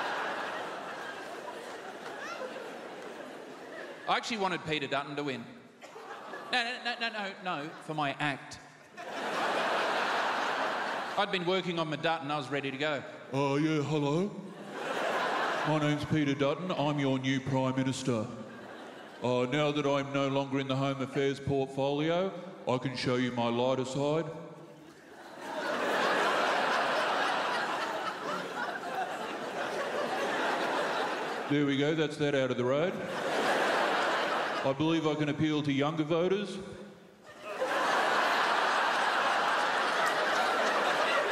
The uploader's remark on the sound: 2019 Melbourne International Comedy Festival Gala. Recorded on Wednesday 20 March at The Palais Theatre.